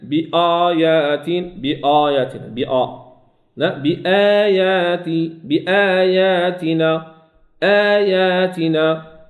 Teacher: تاتي بالهمزه مرققه وكذلك الالف تحافظ على ترقيقه